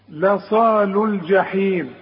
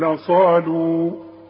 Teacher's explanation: الواو الثابتة خطا في آخر الكلمة تسقط لفظا إن وصلت بساكن بعده، وتثبت لفظا في حالة الوقف عليه